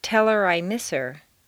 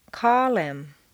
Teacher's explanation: On personal pronouns, it's common to drop the H.